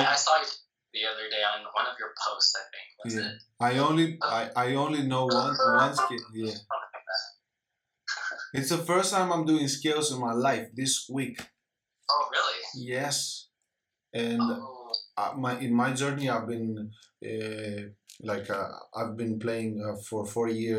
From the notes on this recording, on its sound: on an IG live